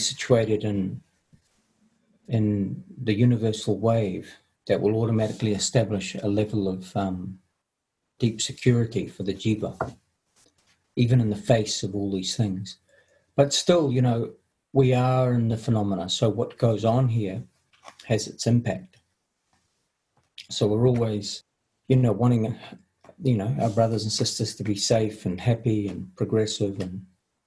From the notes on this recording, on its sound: Latest Zoom meeting.